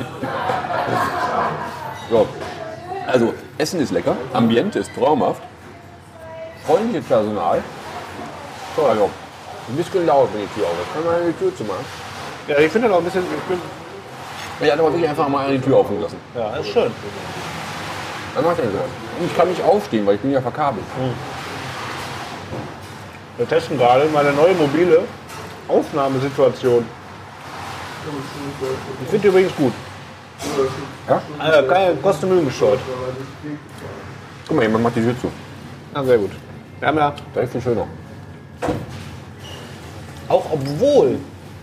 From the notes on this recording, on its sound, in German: Diesmal auch mit besonders atmosphärischen Ton :-) Erika´s Braterei in Mülheim/Ruhr